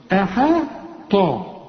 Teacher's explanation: شوف أحا طا الطا هي المفخمة